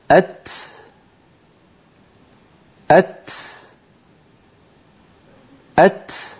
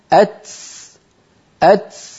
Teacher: طرف اللسان يقرع مخرج التاء، ويتبع ذلك نفس يجري ويخرج · Shown in: first take · كما ترون. ولاحظوا بأن اللسان لما يتجافى عن موضع التاء لا ينزل إلى مكانه الأصلي إلى تحت عند الأسنان السفلى مباشرة.